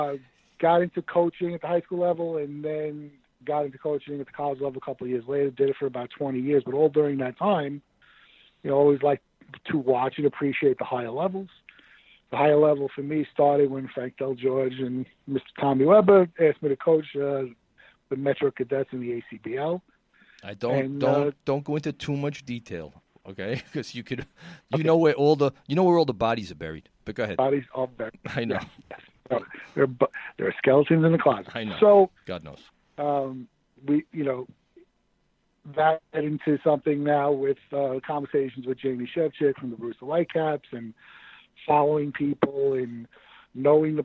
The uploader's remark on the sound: In studio. On the phone.